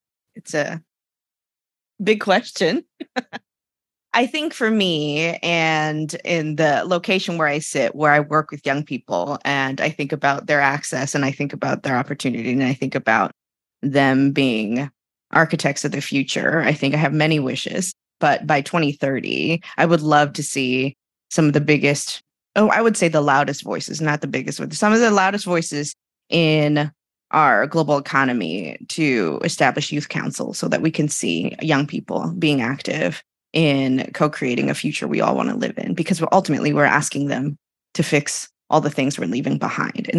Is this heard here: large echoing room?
no